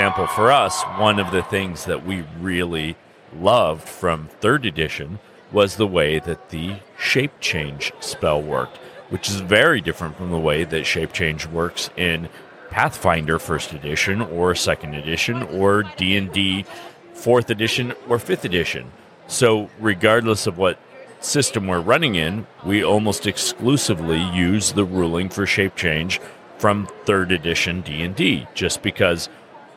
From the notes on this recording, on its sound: A special broadcast from Gem State Comic-Con in Boise, ID. Recorded live during the convention.